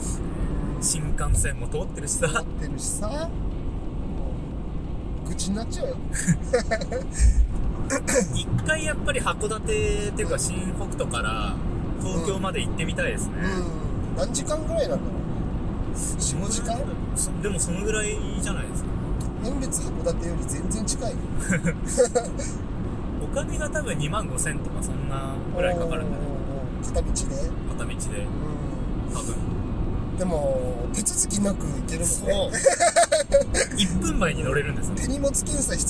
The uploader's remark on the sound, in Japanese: 函館ドライブ収録。はじまりと再会の地、函館に向かう道中で、オフライン収録！